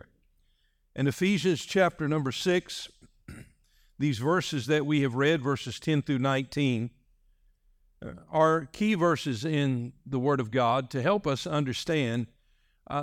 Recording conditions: large echoing room